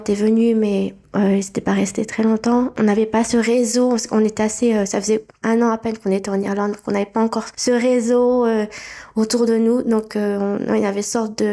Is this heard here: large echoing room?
no